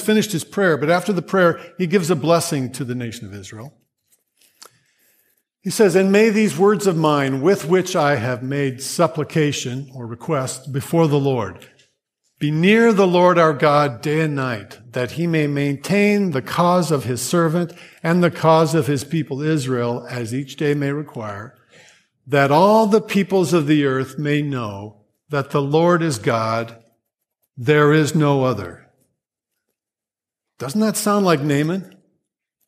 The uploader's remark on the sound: Grace Church Sermon Audio